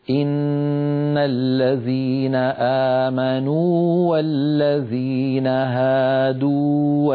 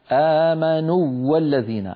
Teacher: فالتقى في النطق واوان الأولى ساكنة لكن لا إدغام · Shown in: first take · Term: حرف المد